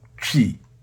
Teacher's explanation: When you are pronouncing chi, you begin with a ch-like sound around your lips and finish with a long E sound.